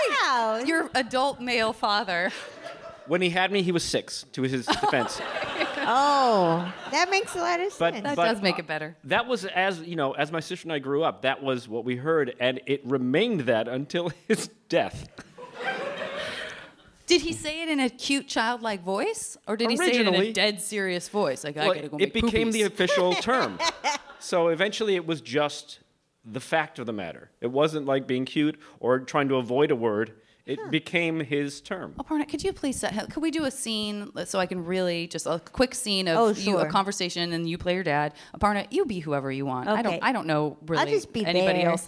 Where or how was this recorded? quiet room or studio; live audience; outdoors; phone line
live audience